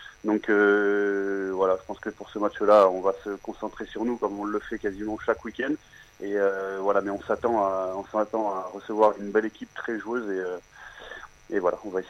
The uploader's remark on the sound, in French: Et par téléphone